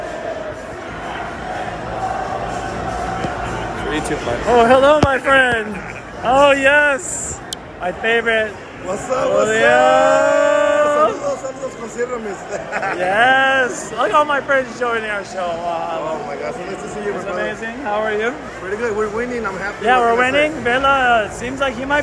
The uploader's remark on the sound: The Fan Experience Live From The North End LAFC vs FC Dallas. Live from Banc of California Stadium, we take you behind the scenes in the North End, the most exciting section in Major League Soccer, as LAFC battles FC Dallas.